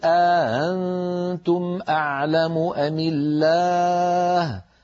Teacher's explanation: قالون رحمه الله رواها عن نافع بإدخال ألف بين الهمزتين مع تسهيل الهمزة الثانية هكذا، قل أأنتم أأنتم، الهمزة الثانية لا تكون محققة، ليست أأنتم، وإنما تكون بين الهمزة والألف